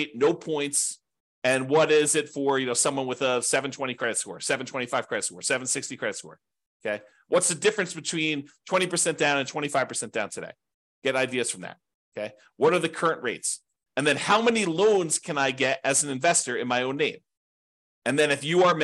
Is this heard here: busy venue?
no